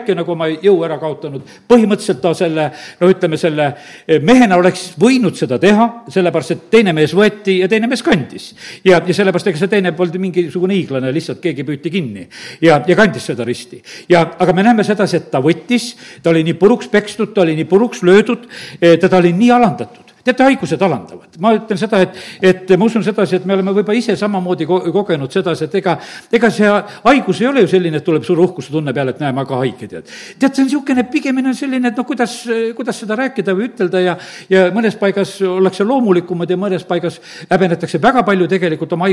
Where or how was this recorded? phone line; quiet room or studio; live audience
live audience